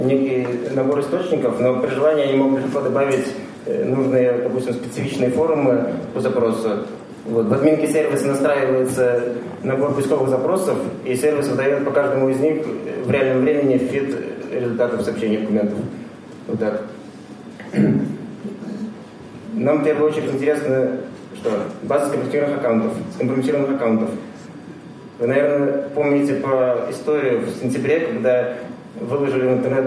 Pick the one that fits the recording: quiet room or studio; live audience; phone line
live audience